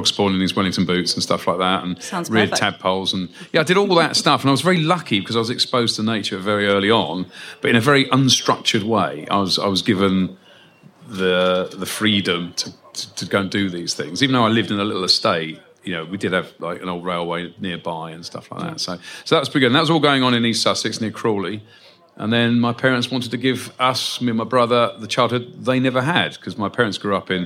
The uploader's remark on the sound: Live from the Global Birdfair at Rutland Showground. Took to the Whinchat stage in front of an audience of nature lovers of all ages. We’ve left this chat largely unedited because we wanted to capture the true essence of the conversation and the fun of being on stage with a live audience.